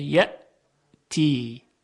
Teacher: میبینیم که تارهای صوتی کاملا به یکدیگر میچسبن، اجازه عبور هوا رو نمیدن، لذاست که صدا قطع میشه · Term: همزه